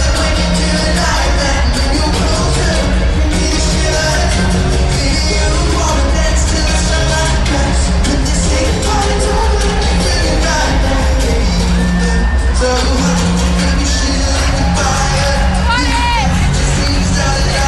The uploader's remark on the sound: live from Croke Park